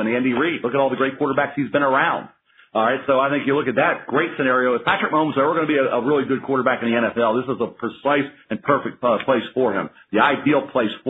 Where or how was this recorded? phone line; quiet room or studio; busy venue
phone line